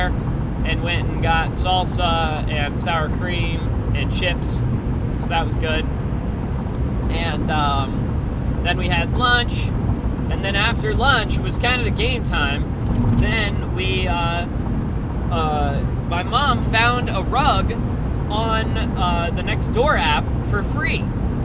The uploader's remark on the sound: While driving home. Hope the audio quality wasn't to bad.